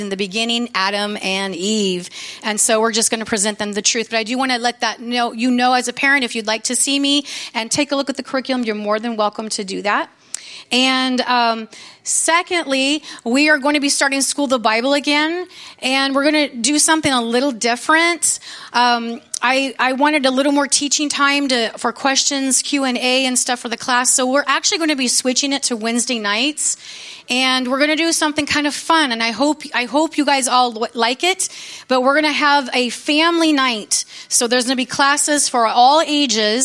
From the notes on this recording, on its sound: from the Sunday service on September 3, 2023 at Harvest Bible Church in Stocton, California